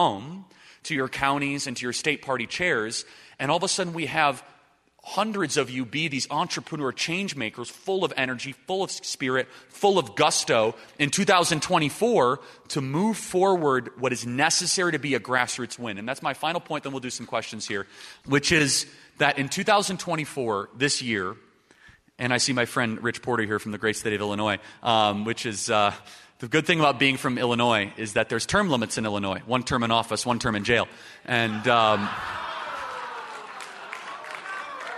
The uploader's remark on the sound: LIVE at the Restoring National Confidence Summit